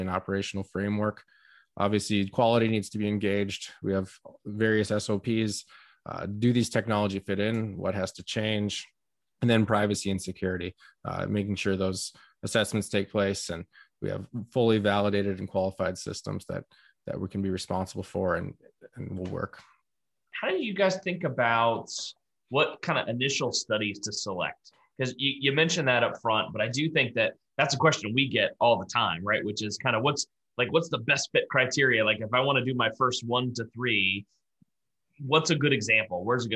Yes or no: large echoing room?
no